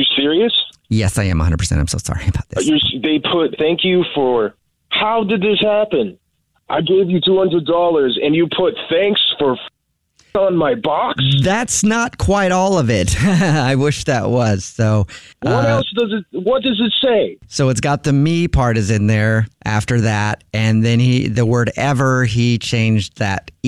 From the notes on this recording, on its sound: Phone Prank